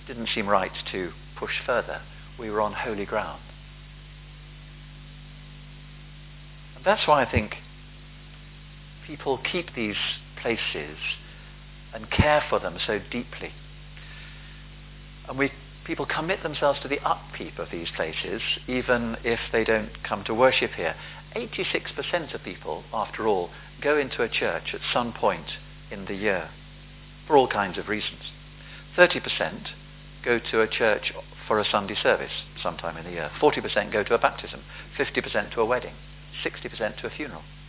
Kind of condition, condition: setting, large echoing room